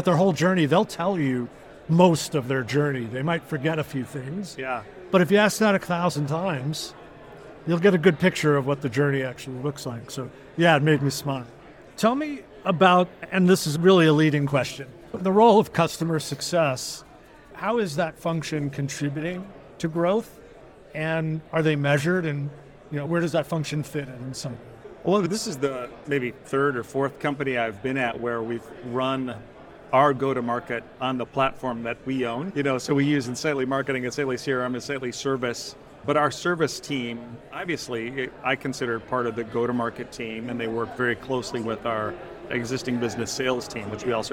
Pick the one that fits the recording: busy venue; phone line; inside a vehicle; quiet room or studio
busy venue